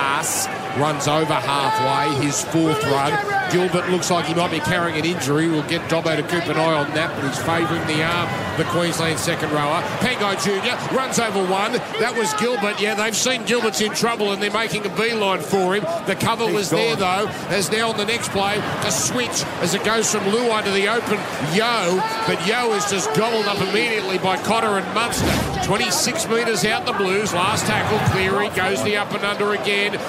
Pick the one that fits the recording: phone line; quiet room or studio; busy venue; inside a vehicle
busy venue